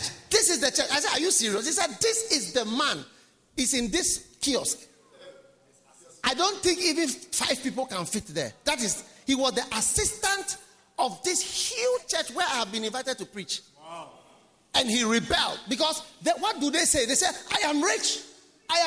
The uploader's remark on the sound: Preached at the Nerelugu Pastors‘ Conference.